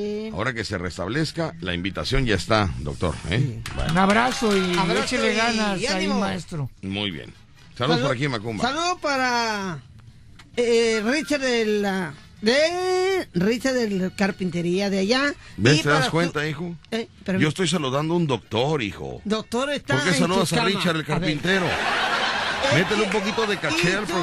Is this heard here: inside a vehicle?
no